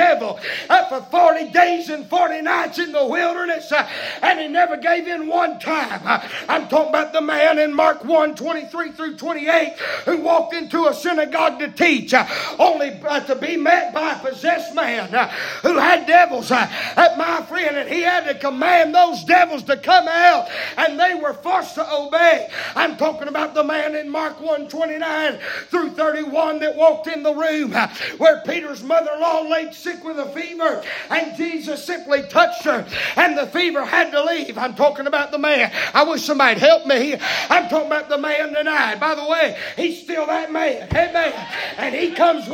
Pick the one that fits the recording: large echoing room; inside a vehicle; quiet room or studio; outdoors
large echoing room